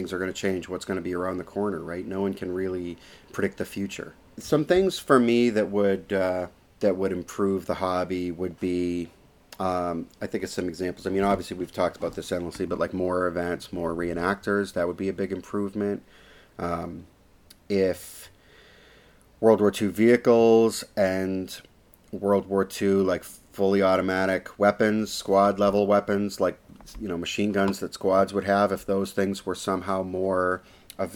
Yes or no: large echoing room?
no